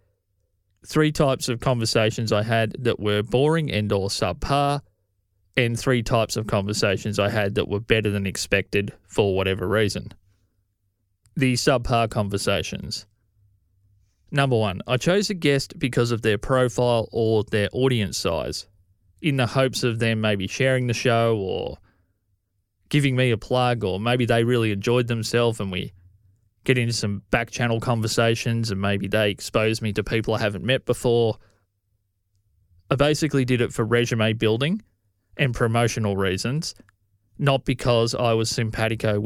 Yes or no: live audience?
no